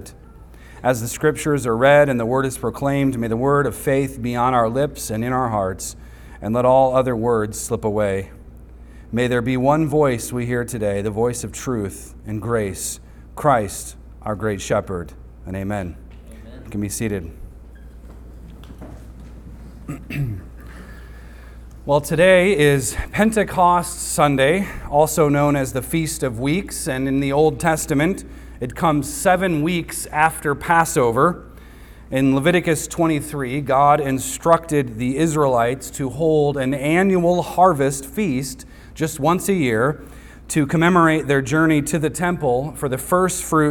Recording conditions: large echoing room